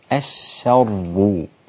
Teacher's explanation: لا تفخم الشين مع الراء، وهذا هو المقصد، إن الشين مفتوحة مشددة فالفتح مظنة التفخيم وبعدها الراء مفخمة، فلا تجعل التفخيم للراء يطغى على الشين، لابد أن تخلص صاغة الترقيق من التفخيم فتقول الشر.